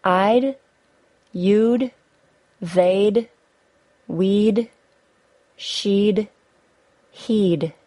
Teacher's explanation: The last set of contractions I'm going to talk about are the combinations with the word would. When making a contraction with the word would, the only part of the word that remains is the D sound, d. Most pronouns can be combined with the word would.